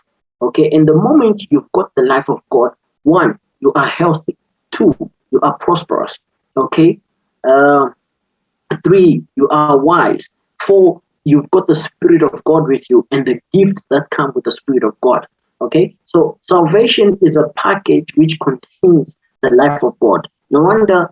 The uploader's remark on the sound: Youth zoom meeting.